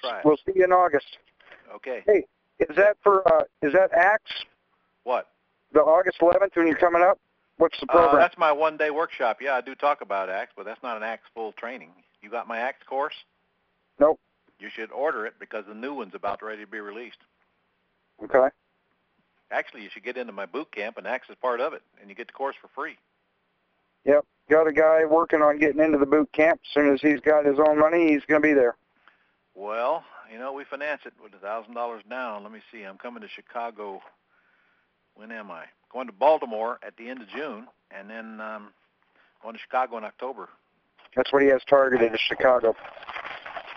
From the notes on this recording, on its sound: Q&A Call